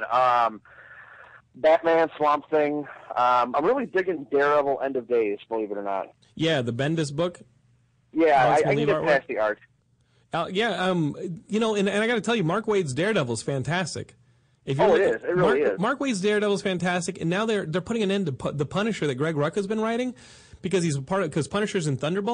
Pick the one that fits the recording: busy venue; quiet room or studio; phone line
phone line